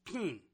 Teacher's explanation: In Australia, the I and the E have become the same vowel, and they've replaced the A as well.